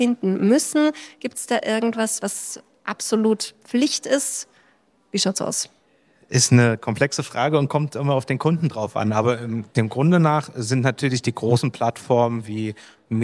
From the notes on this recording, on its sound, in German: Ein Podcast live von der SEEK. Live Podcast produziert auf der SEEK Tradingshow.